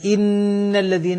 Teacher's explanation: النون المشددة فيها غنة مشبعة. قضية الإشباع هو الزيادة على الأصل.